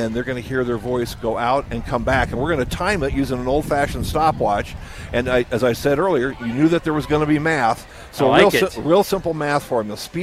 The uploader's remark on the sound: LIVE from Lincoln Airshow.